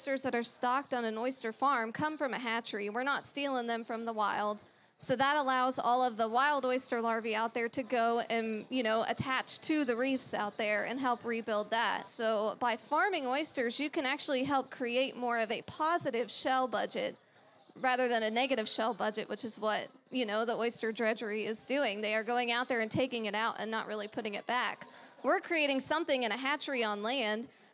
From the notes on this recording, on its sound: In this episode of The Gulf Stream, we took the show outdoors to record a live panel discussion during the Texas Oyster Round Up at Water Street Market.